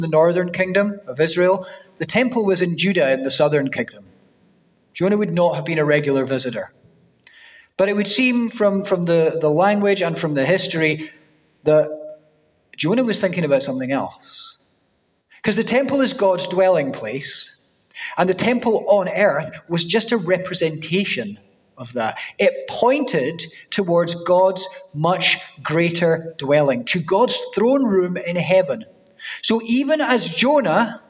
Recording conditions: large echoing room